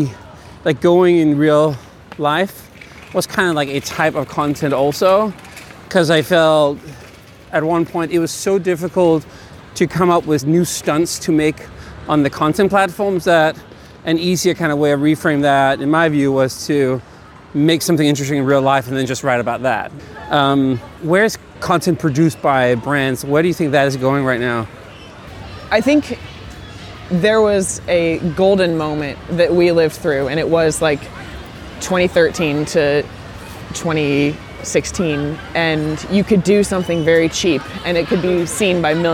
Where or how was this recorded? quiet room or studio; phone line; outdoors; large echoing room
outdoors